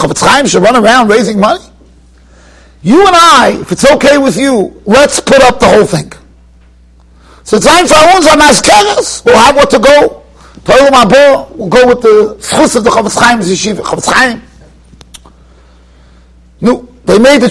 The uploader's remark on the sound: Shiur recorded in Yeshivas Ohr Reuven, Monsey, NY.